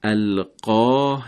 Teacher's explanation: اما در رابطه با صفات کلمه القاه قا حرف قاف اینجا صفت استعلا داره، یعنی درشت و پرحجمه، ولی حرف ها صفت استفال داره، نازک و رقیقه